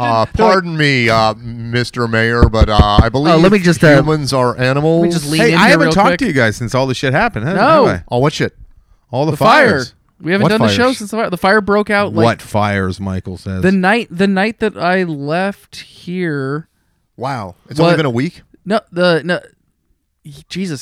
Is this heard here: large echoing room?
no